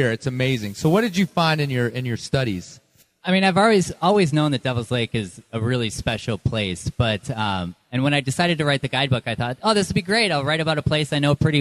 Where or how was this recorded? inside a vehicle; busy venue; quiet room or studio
busy venue